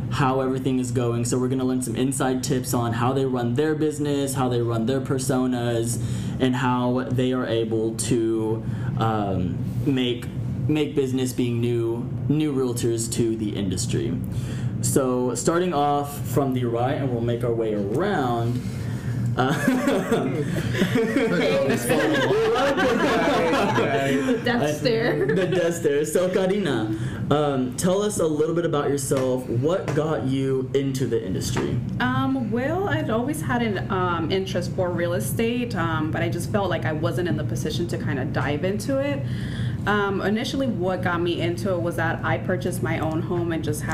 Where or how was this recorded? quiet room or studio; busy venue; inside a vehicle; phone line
busy venue